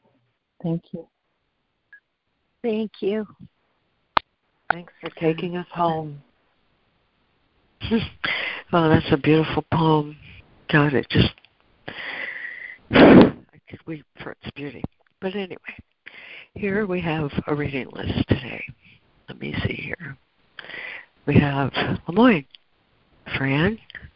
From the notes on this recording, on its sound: ACIM Daily Conference Call